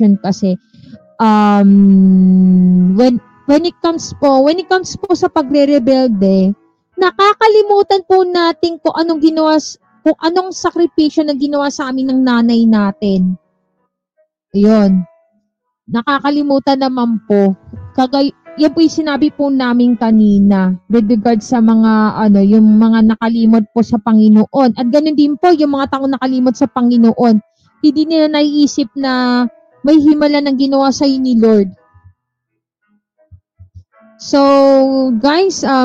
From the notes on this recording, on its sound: Recorded via StreamYard